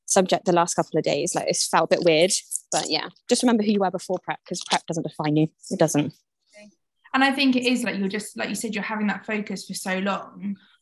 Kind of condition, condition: link, video call